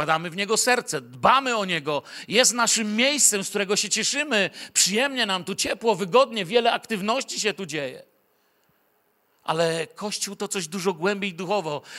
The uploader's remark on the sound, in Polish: Wykład nagrano podczas ostatniego w 2023 roku nabożeństwa w Kościele „Filadelfia” Bielsko Biała.